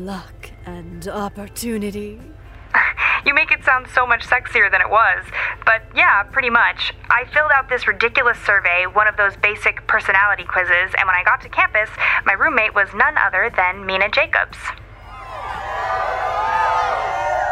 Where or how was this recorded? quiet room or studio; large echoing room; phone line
phone line